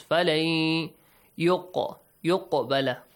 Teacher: فَلَنْ، nasal sound and also two counts. فَلَنْ يُقْبَلَ.